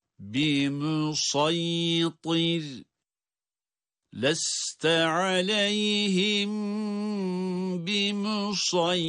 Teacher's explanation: Sonra da yine da kalın, ra da ince okunacak.